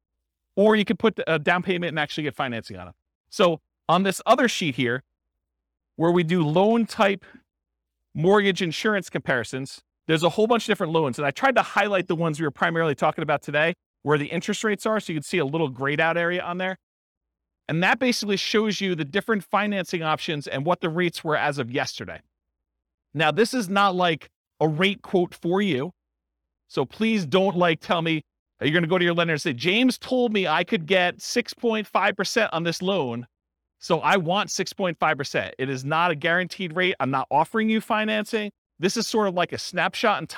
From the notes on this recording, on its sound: This was a live class recorded.